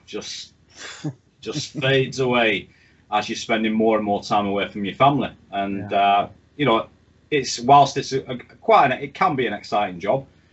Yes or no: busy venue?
no